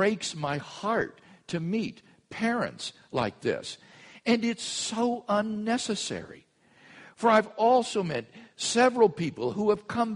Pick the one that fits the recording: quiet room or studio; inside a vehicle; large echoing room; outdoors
large echoing room